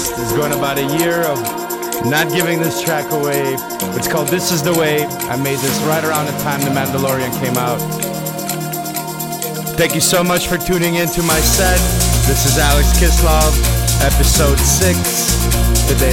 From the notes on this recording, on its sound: Live from Prysm - Closing set.